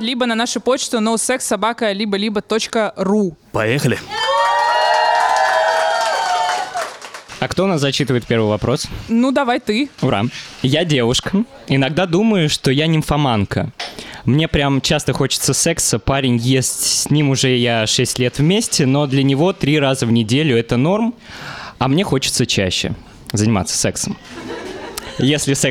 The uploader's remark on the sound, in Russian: Лайв-запись подкаста. Выкладываем нашу открытую запись.